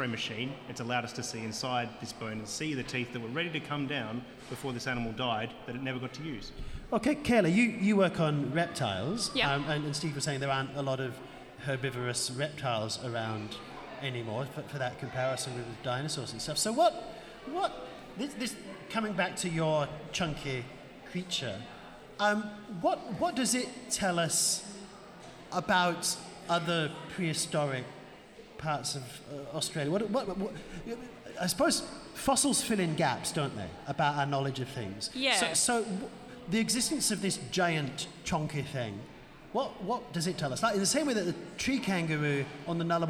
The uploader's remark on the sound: Recorded LIVE at the Western Australian Museum Boola Bardip. This episode was recorded during the Museum’s “Biggest Science Lab Ever” event during National Science Week.